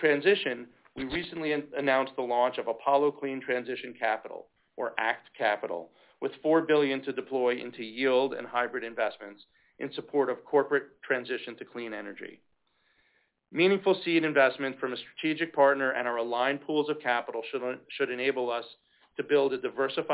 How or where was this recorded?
phone line